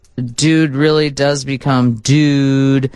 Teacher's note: typical Californian accent. The overly laid back. Vowels are super long, so yep, dude really does become dude, but it sounds hella sexy.